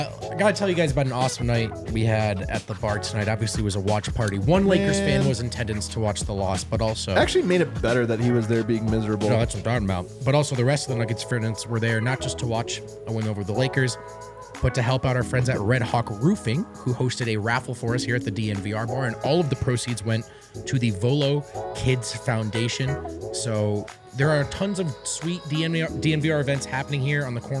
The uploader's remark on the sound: LIVE from the DNVR Bar